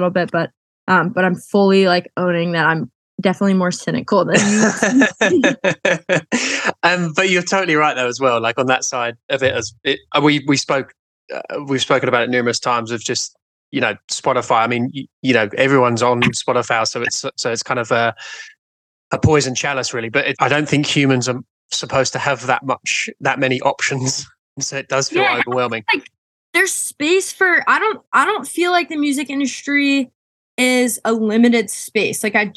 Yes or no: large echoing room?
no